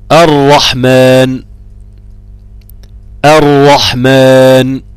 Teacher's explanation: الراء المفتوحة عندك مفخمة، ما تجيش ناحيتها، والراء المضمومة احفظ، يبقى مفتوحة مضمومة الراء يبقى مفخمة.